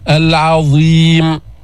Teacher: كمان العين لمجاورتها الظاء المستعلية لا تفخم